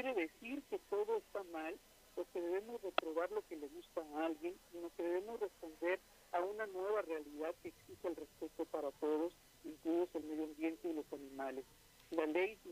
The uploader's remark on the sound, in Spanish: entrevistamos vía telefónica